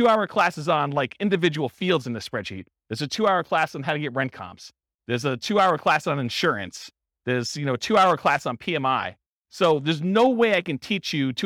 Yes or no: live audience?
yes